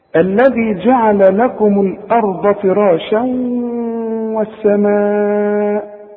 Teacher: الواو مفتوح لكن عند النطق كانها مشدده · Term: ادغام